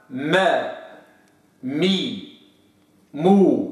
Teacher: الميم تخرج من أعلى باطن الشفة السفلى مع ما يحاذيه من الشفة العليا